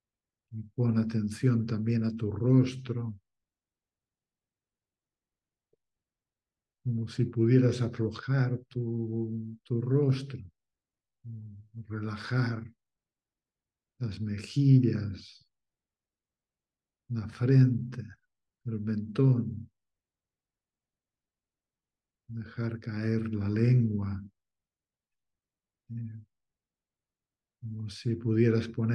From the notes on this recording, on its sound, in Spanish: Esta meditación es una grabación de un encuentro online en vivo. Material editado.